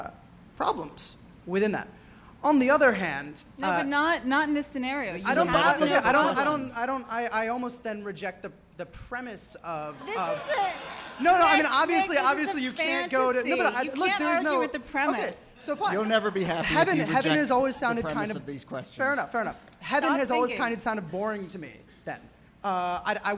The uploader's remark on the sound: Ask Roulette is a conversation series in which strangers ask each other questions on stage. This excerpt is from our May event at Housing Works Bookstore in New York City.